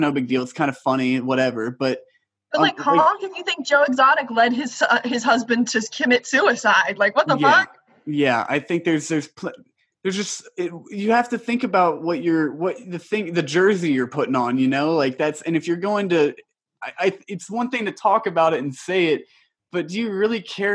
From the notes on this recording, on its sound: get together on another zoom meeting